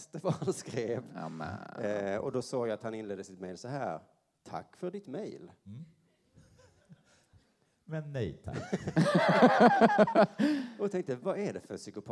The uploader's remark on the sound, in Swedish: Inför publik på Rigoletto.